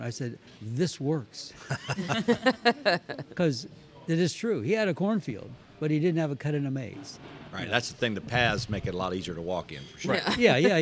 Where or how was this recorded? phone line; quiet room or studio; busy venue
busy venue